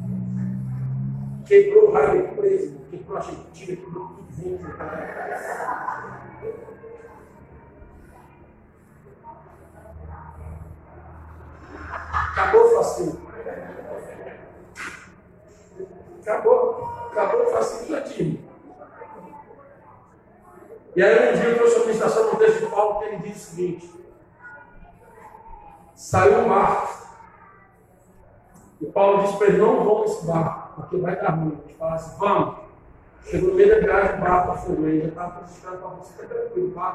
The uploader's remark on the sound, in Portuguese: Ao Vivo na Casa de Louvor